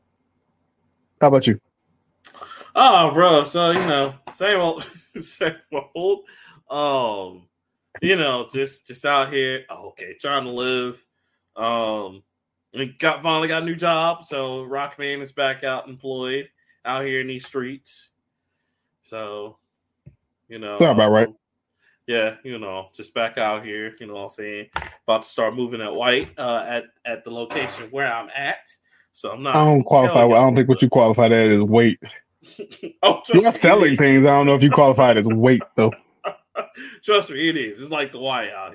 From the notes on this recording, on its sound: Apologies for the audio guys and gals we didnt realize until the end that we used the wrong mic